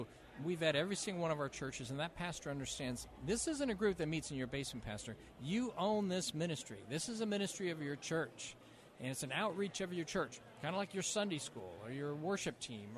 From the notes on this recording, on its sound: Broadcasting Live from the National Religious Broadcasters Convention in Orlando.